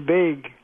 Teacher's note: the raising of short A before G in bag